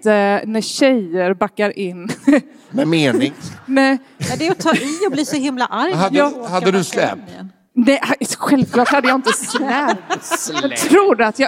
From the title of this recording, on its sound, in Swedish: live på Draken